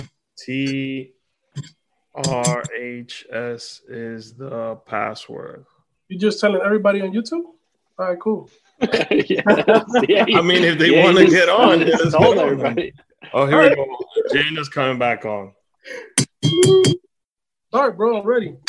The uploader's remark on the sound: using ZOOM Video Conference